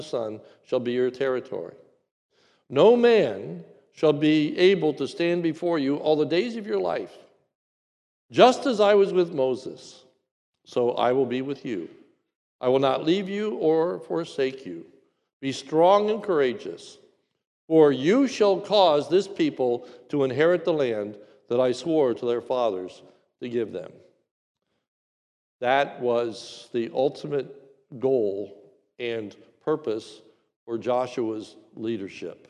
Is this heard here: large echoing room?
yes